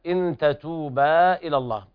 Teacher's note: هذا إخفاء حقيقي لوقوع التاء بعد النون الساكنة، إن تتوبا إلى الله، هذا مد منفصل وجب طبعا فيه القصر والتوسط والإشباع لبعض القراء، لكن حفص يقرأ بالتوسط وفواقه التوسط وقرأ ورش بالإشباع.